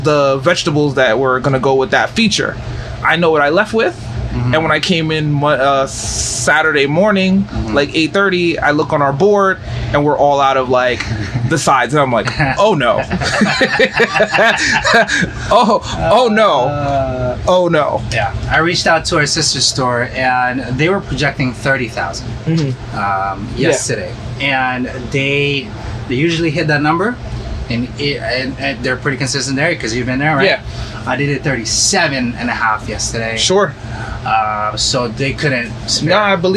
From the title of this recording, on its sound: Live in Restaurant